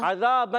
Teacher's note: عذابن میں عین کی ادائیگی حلق کے درمیان والے حصے سے